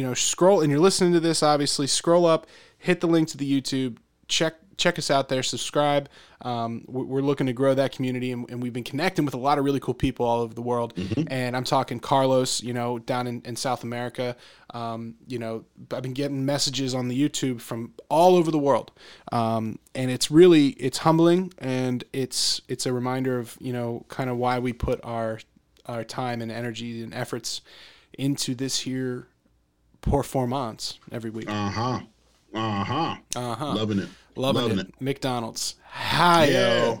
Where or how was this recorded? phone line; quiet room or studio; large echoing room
quiet room or studio